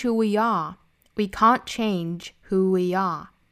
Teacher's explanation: 句子尾部的虚词是不弱读的，一般来说这个 are 是要做弱读，但是它在句尾 · Term: 连读